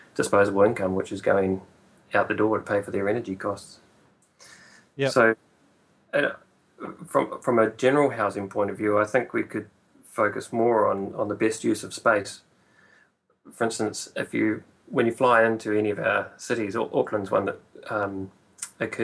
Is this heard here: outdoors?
no